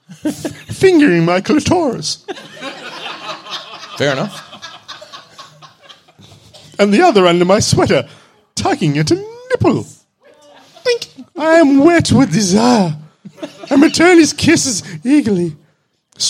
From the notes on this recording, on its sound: Part 2 of the live show